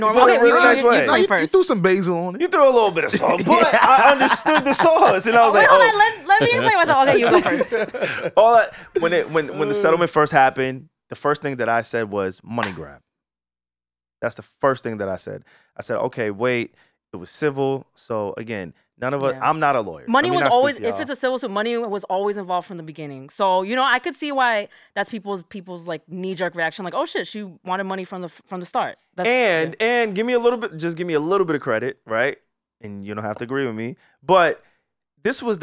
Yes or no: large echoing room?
no